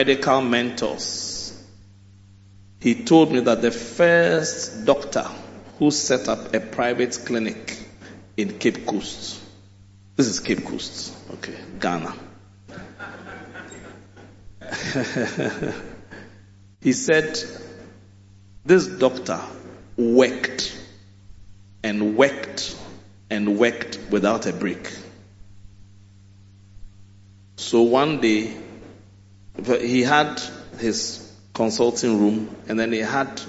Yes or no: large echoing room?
yes